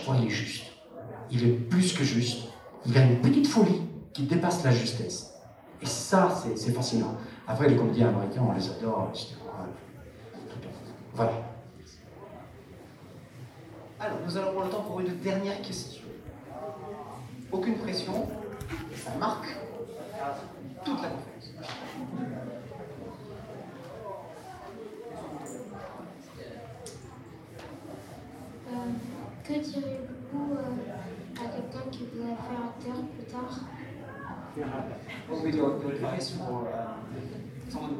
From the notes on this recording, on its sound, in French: Seconde conférence enregistrée lors de POPCON 2020.